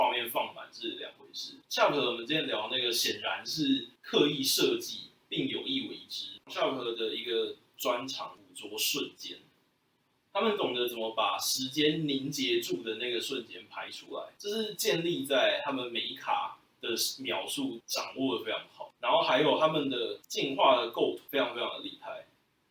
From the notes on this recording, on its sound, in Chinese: 紫羅蘭的第1-2兩話是首次錄音，成品音質與口語剪輯都比較差勁，日後會慢慢修正。